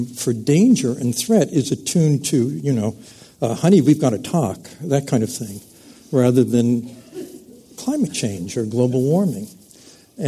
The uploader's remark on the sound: This program was recorded in front of a live audience at the Commonwealth Club of California on May 1, 2014.